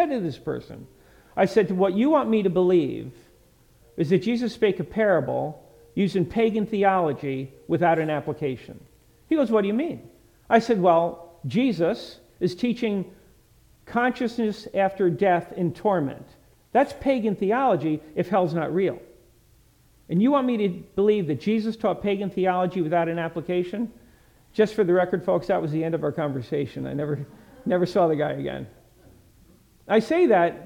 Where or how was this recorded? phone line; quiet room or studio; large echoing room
large echoing room